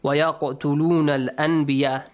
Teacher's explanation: قاف has قلقلة. An echoing sound.